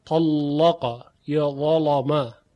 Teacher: میبینیم که حرف لام مفخم هست و غلیظ، مغلظ یا تغلیظ شده